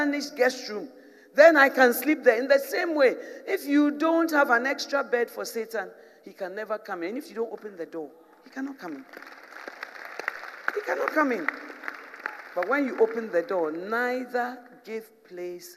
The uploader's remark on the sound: Preached in 2017 at The Spiritual Woman Conference